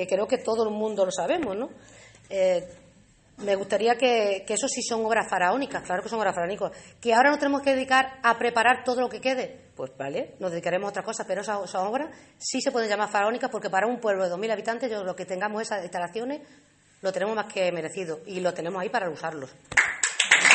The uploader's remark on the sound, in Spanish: Grabación del acto de presentación de la candidatura del PSOE de Alange a las Elecciones municipales de 2019.